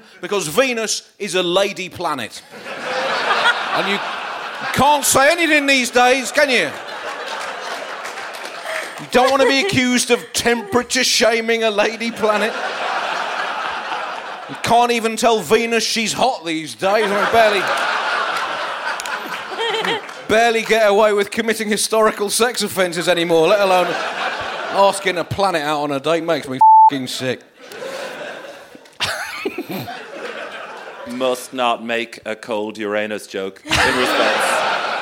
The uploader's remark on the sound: Recorded live at the Sugar Club in Dublin – part of our UK tour and the Dublin Podcast Festival.